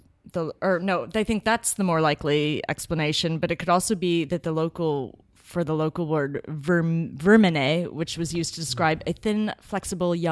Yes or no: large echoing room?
no